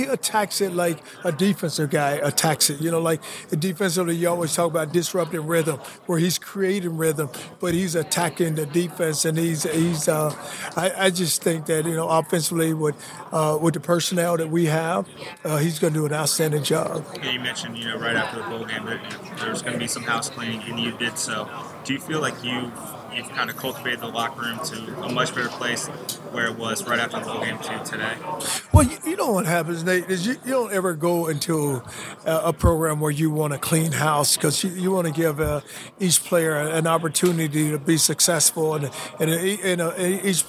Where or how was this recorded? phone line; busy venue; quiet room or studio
busy venue